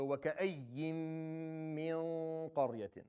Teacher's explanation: noon, because there's a meme after it, it just is fused into the meme. So you go, وكأين.